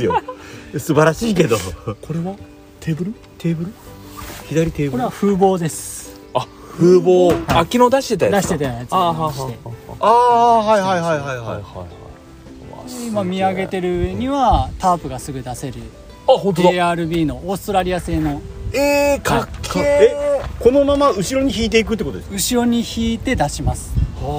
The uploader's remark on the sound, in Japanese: 今回の収録も引き続き、福岡県古賀市の薬王寺オートキャンプ場です。